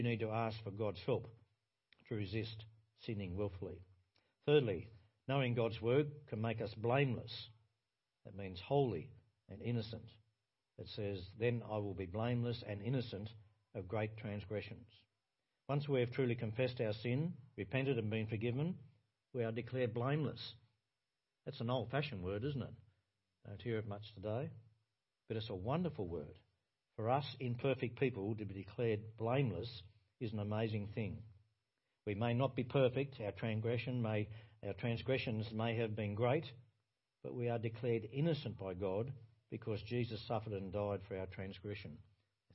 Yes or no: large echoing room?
yes